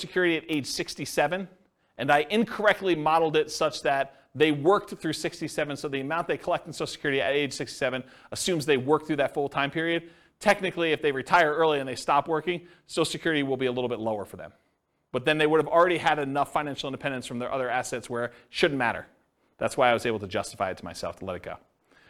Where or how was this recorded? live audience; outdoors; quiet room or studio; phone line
live audience